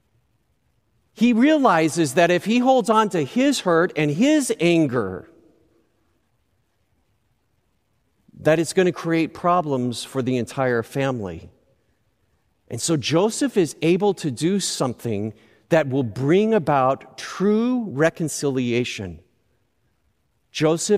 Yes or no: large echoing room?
yes